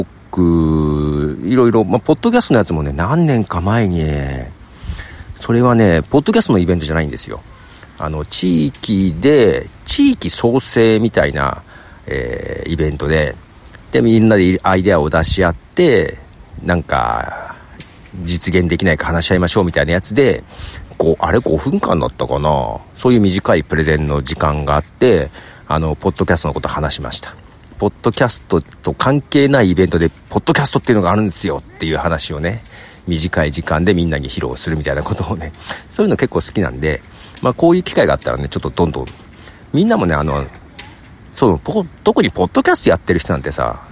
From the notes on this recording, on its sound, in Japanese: 公園で収録。